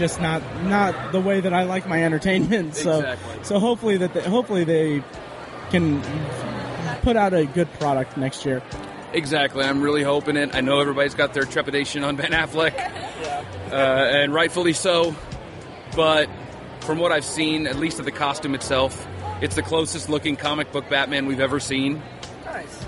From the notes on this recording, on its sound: Indy PopCon 2015 - Wrap-up and Booth Recordings with Con Attendees.